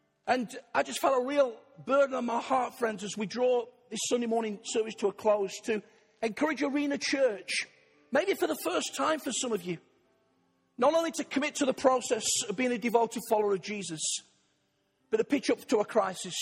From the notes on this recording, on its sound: Arena Church, Ilkeston